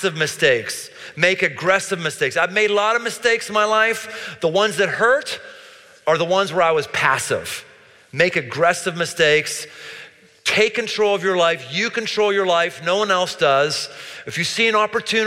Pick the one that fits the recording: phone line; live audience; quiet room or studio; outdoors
live audience